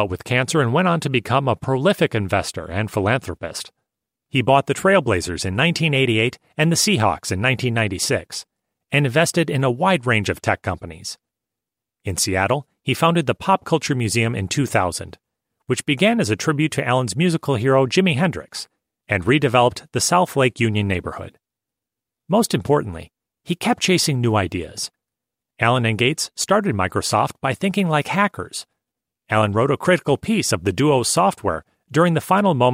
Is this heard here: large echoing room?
no